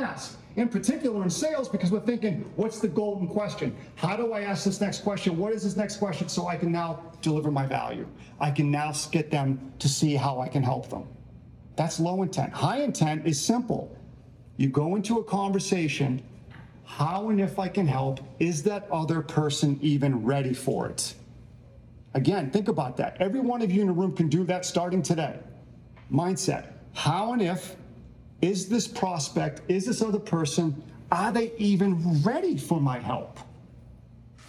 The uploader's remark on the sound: recorded live at a speaking event